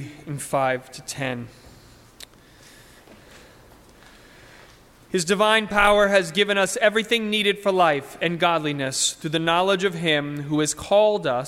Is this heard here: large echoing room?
yes